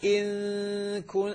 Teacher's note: أنا سامع نون لكنها غير واضحة، مخفى، فلذلك هي قالوا إخفاء. إن يعني فيها تعمية.